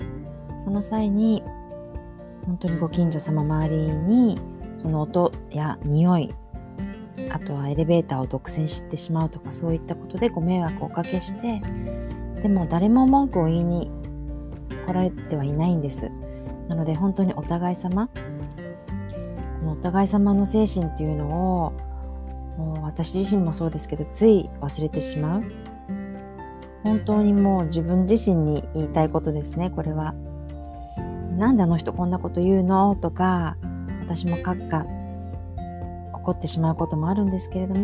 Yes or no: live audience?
no